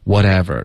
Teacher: 这个特我们会浊化成一个的的音